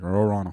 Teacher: Mais il y a un nom pour ce son-là, ça devient tout le même son. Toutes les voyelles deviennent un genre de E.